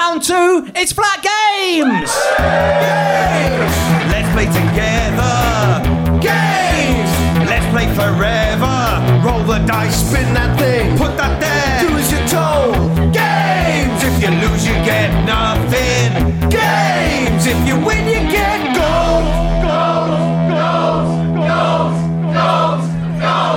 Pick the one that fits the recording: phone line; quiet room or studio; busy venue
busy venue